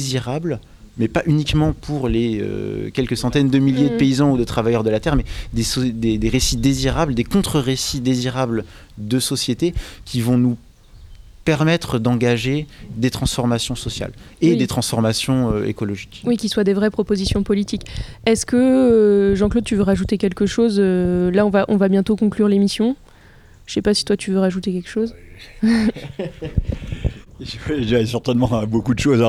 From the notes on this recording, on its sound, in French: Enregistrée pendant les rencontres Reprise de terres à la ZAD de NDDL en août 2021. Radio Fréquence Paris Pluriel.